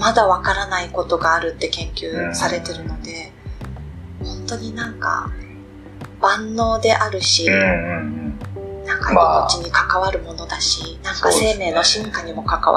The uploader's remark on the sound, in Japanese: バックアップで録音していた「iPhone」で収録した音声を使用しております。そのため、いつもと比べて声が遠く音質も悪く大変申し訳ないですが。